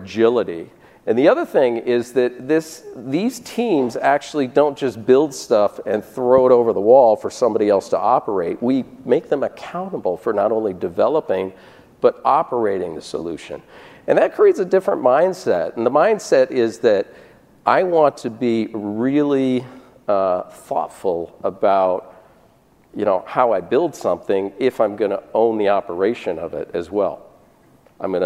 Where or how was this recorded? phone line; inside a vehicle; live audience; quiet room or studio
live audience